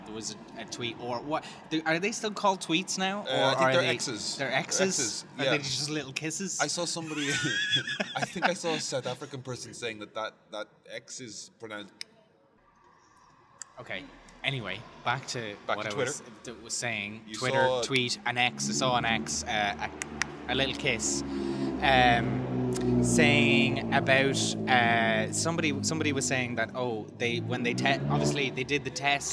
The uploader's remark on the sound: Live From The Royal Mile